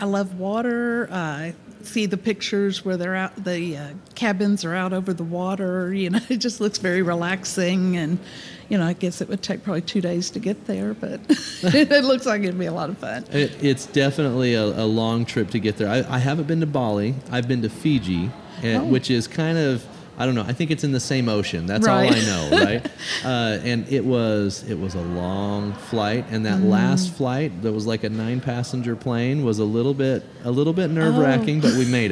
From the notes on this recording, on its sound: takes the podcast on the road once again at the Arkansas Tourism Conference